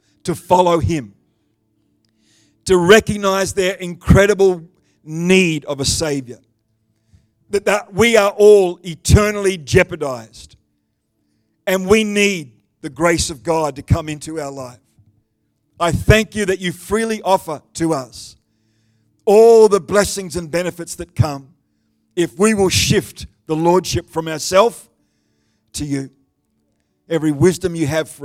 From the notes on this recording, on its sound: The live stream of Destiny Church Atherton.